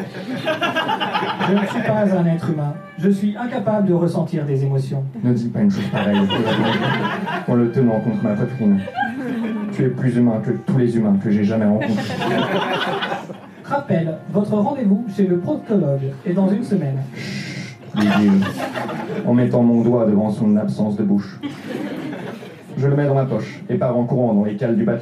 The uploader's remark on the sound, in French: Enregistré en direct et en public au Dimanche Marrant.